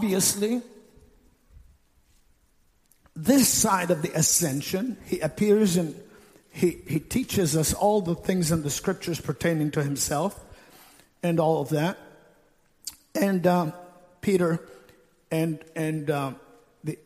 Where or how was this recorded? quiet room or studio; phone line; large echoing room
large echoing room